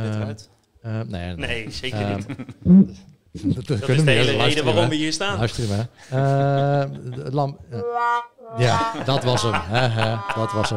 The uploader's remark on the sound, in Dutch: Tijdens de DDMA Dutch CRO Awards op 3 oktober 2019 deden we live verslag vanaf het event.